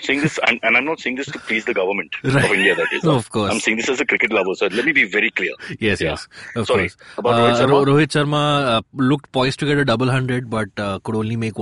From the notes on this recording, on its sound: Joins us over the phone from Phuket.